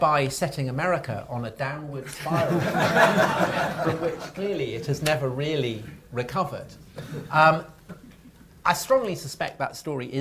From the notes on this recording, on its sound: A special LIVE edition of The Nightwatchman Podcast recorded at the central London offices of our sponsors, Rathbones . LIVE at Rathbones. A special LIVE edition of The Nightwatchman Podcast recorded at the central London offices of our sponsors, Rathbones .